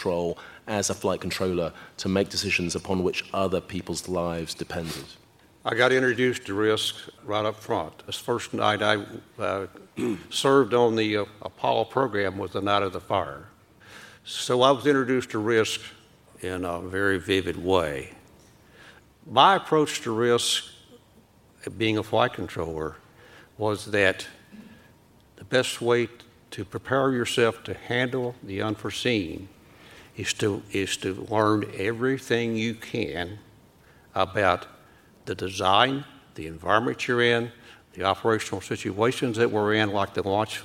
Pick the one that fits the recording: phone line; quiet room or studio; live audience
live audience